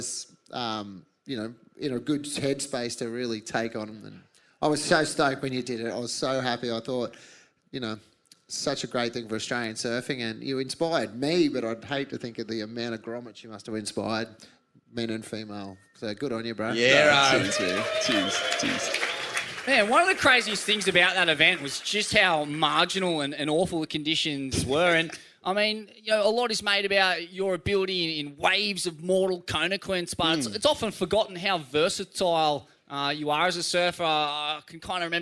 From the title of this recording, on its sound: Retirement Party LIVE from Torquay